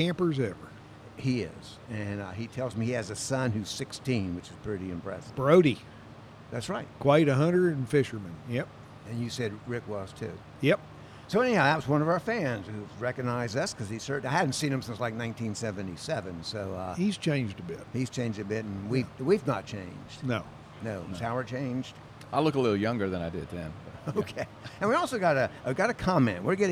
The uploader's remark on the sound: This episode was recorded at The Sanctuary Brewing Company in Hendersonville, North Carolina. This episode was recorded at The Sanctuary Brewing Company in Hendersonville, North Carolina.